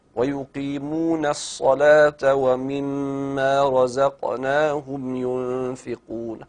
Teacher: ويقيمون الصلاة نا، ويقيمون النون هنا جاورت الصاد، النون مرققة والصاد مفخمة، ما أخليش الاثنين مرققين ولا أخليهم الاثنين مفخمين، أدي كل واحد حق. · Term: ترقيق الحروف المرققة